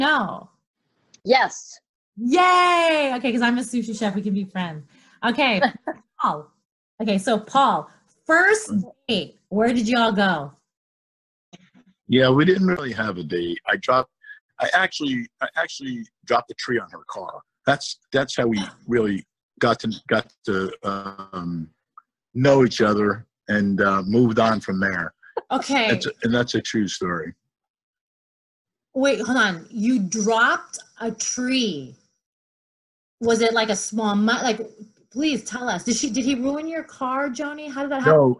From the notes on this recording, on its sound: Zoom chat interview